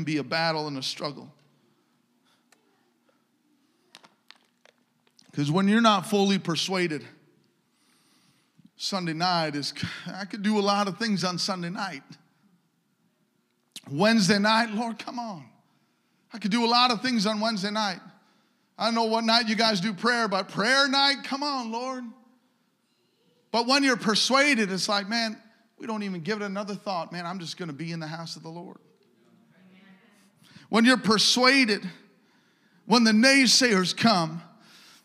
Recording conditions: large echoing room